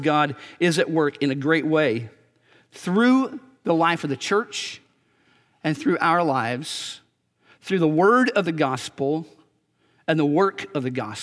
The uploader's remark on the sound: Recorded on December 30, 2018 at Graceland Baptist Church in New Albany, Indiana.